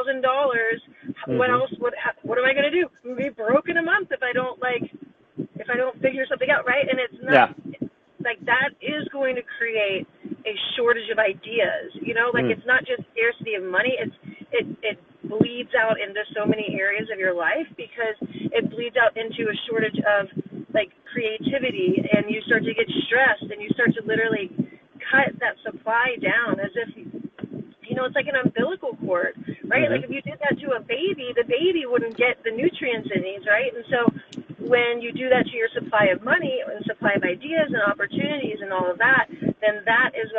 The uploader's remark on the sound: from my car!